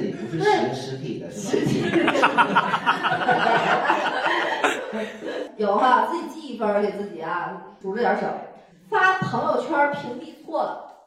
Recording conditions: poor microphone